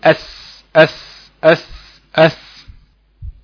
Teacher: السين لو طلعت معايا فيها صفير، اصلا السين من حروف الصفير، ده شيء طبيعي جدا، اس طبيعي يكون فيها صفير.